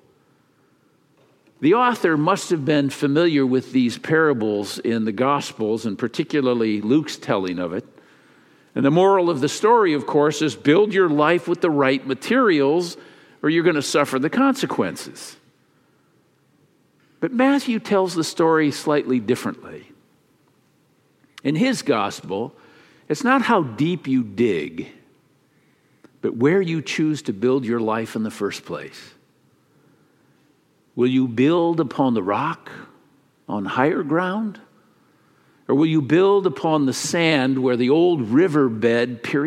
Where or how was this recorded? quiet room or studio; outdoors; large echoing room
large echoing room